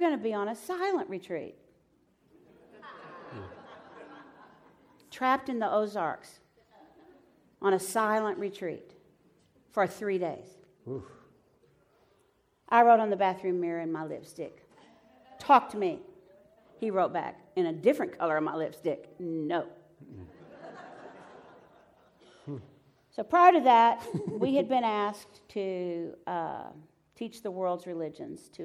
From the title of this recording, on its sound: Live from Pepperdine